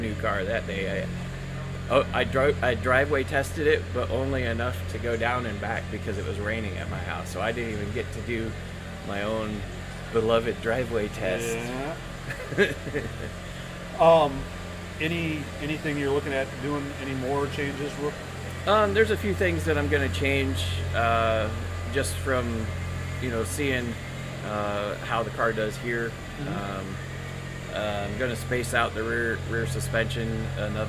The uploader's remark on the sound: Live from the 2020 RC Chili Bowl